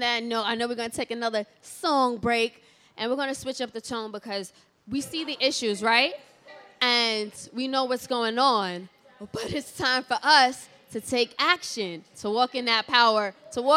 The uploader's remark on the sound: During a live podcast recording at ENVSN Fest, a two-day interactive summit in Brooklyn, NY that celebrates women of color.